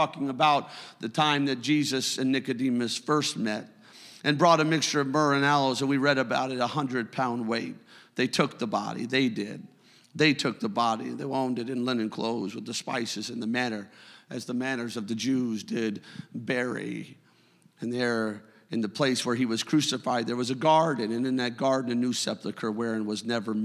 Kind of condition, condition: setting, large echoing room